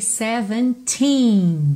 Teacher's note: a sílaba tônica de todos esses números com teen no final é justamente essa sílaba final